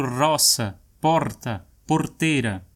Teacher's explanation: no centro-sul, o R tem uma sonoridade que faz a língua vibrar um pouco, tipo roça, porta, porteira.